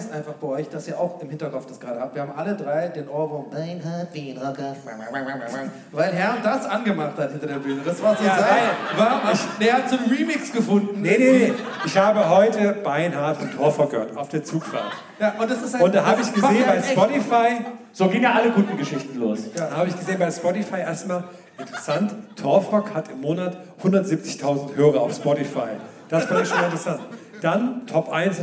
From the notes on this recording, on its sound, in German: Aufgenommen LIVE in Köln am 20.09.2021